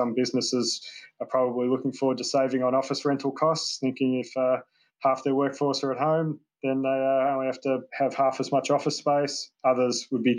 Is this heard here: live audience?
no